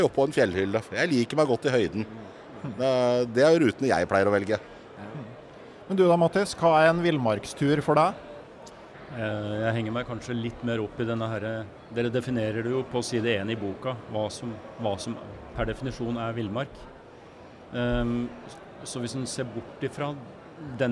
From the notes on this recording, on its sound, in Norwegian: Live fra Camp Villmark. Dagens episode ble tatt opp under Camp Villmark på Lillestrøm rett før påske. I en maratonpodkast som til slutt varte nesten fire og en halv time.